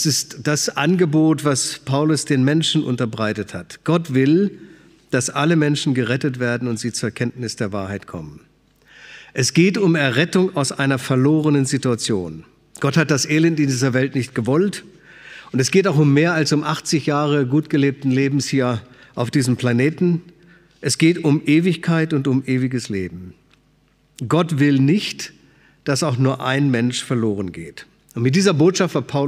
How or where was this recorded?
large echoing room